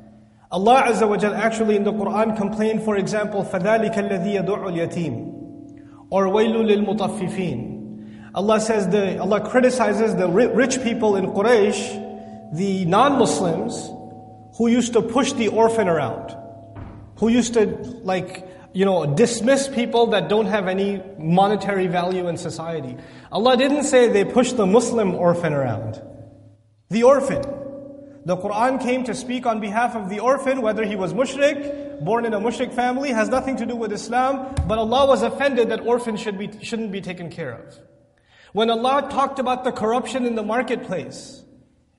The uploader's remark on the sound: This Khutbah was recorded on March 25th, 2016 at the Islamic Center of Southlake.